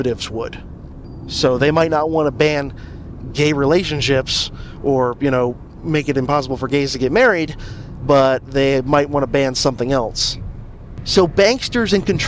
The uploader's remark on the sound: This is a guerrilla episode done in the car